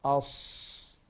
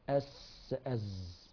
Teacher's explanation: لكن يا شيخ نلاحظ ونحن نتلفظ بالصاد أص علو مؤخرة اللسان، انظر للوحة الصاد ولاحظ المؤخرة من الخلف في علو في المؤخرة أص، وفي السين والزاي في انخفاض في المؤخرة أس أز، لأن الصاد مفخمة والسين والزاي كلاهما مرقق، يبقى علو المؤخرة من الخلف مع المفخم · Shown in: first take · أص، ومع المرقق تنخفض المؤخرة أس أز.